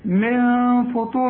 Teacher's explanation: هنا النون ديت الفاء دي من حروف الاخفاء، يعني هنخفيها، هنخفي التنوين ده من فطور، وما تقولش من في، من فو، من فطور.